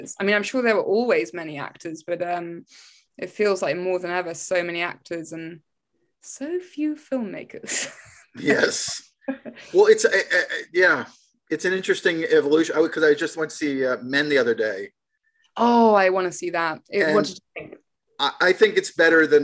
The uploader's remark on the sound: (audio file corrected). Apologies… the first send had an audio file that was an hour short… a mystery… Shot via Zoom.